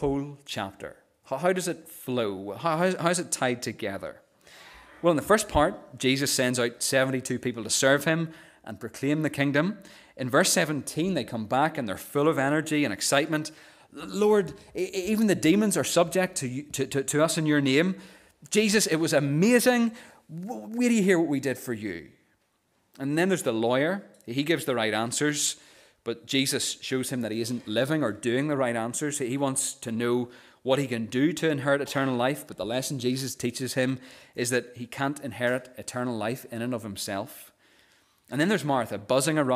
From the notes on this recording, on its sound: the recording of the Bible reading and sermon from our morning service on Sunday 22nd October 2023